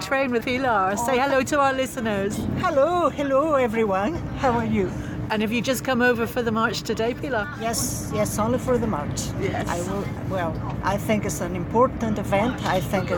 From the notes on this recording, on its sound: The All Under One Banner Edinburgh march for Scottish Independence. Hear what a train carriage full of tired, happy Yessers sounds like!